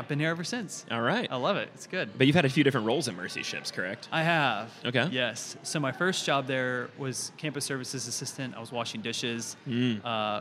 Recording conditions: busy venue